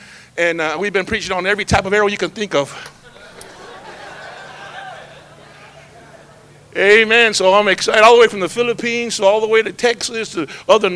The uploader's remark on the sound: This is the sixth sermon preached at our Harvest Time Conference.